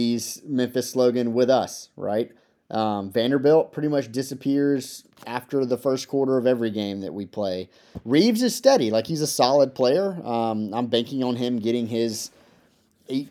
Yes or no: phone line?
no